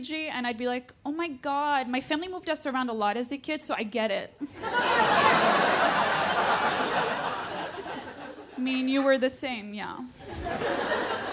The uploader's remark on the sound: all while keeping the audience in stitches